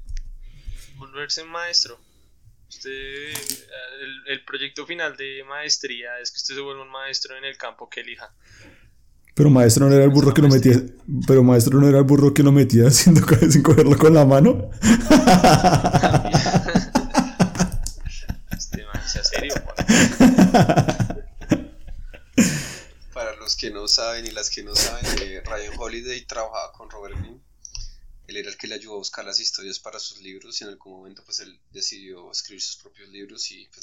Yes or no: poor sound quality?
yes